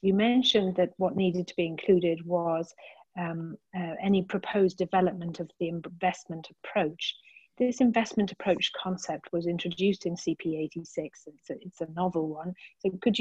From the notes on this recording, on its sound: an extract of the recording of the specific webinar on 24 April 2020